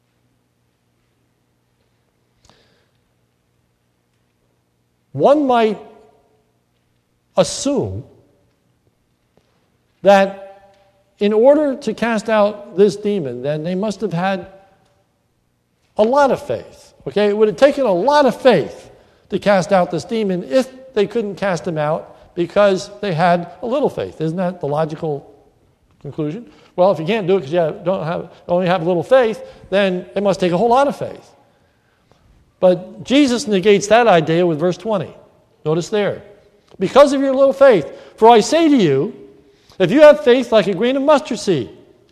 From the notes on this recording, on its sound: This sermon was recorded at the Lebanon Bible Fellowship Church in Lebanon, PA during the morning service.